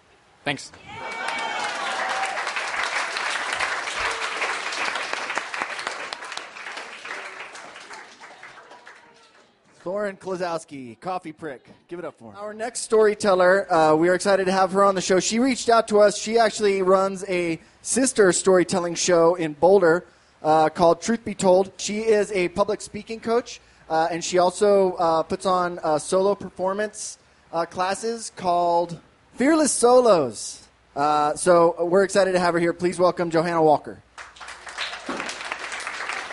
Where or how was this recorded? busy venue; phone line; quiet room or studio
busy venue